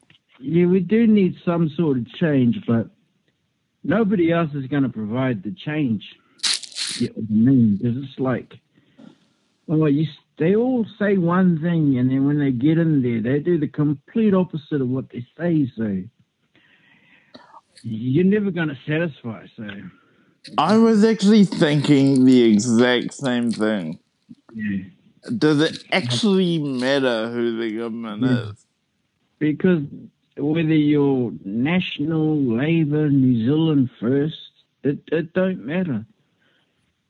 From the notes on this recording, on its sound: I catch up with my best friend via phone